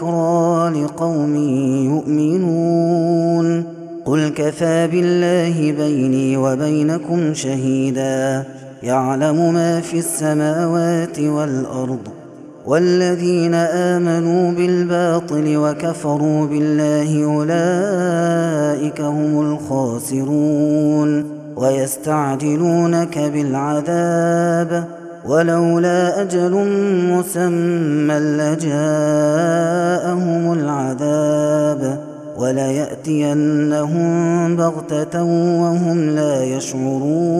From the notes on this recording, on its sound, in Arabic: هذا التسجيل من صلاة التراويح